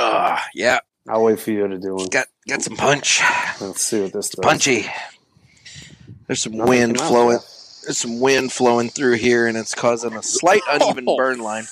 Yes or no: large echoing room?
no